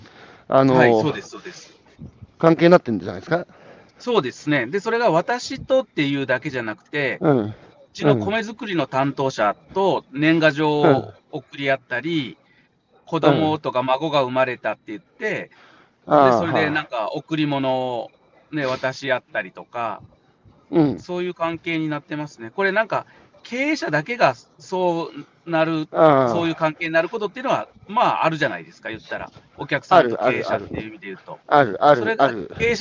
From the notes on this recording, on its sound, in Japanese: 歩きながら1時間、対談する